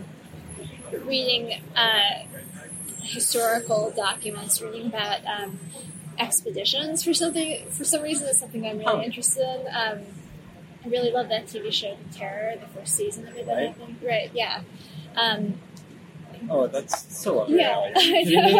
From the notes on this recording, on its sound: sat down outside of a busy coffeeshop near Central Park